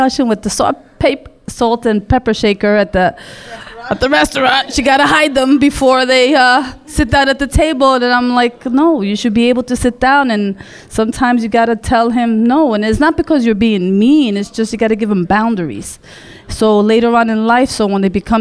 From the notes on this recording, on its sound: A LIVE broadcast via their Pre Mother’s Day Brunch along with Nelli’s Kitchen and VIBE Vixen at Embassy Lounge in Long Island City. Listen as the audience decides who wins in various "grandmas vs mothers" scenarios.